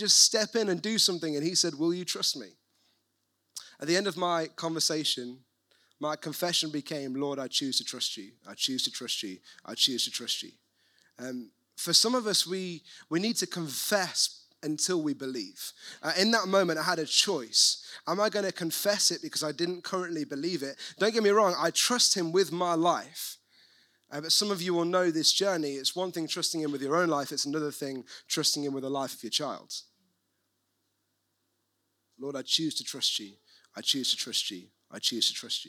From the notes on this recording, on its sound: recorded at One Church City